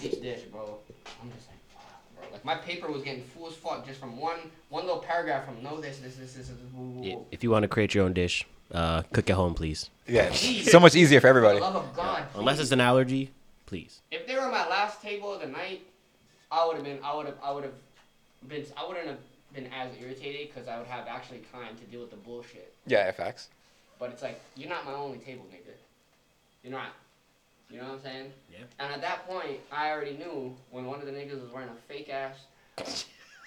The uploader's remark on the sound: We had some technical difficulties with the mics but we wanted to get the episode out regardless.